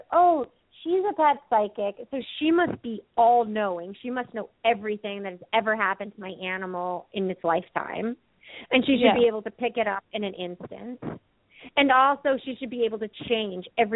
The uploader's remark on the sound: open up the lines for listeners to call